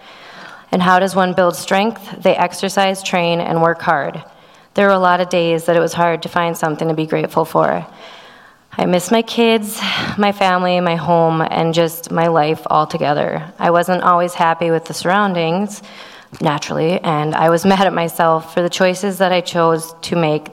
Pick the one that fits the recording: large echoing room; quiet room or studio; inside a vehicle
large echoing room